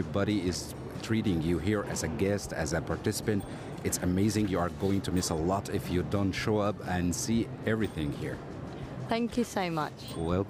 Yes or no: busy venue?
yes